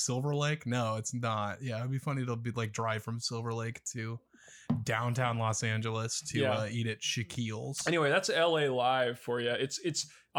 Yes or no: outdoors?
no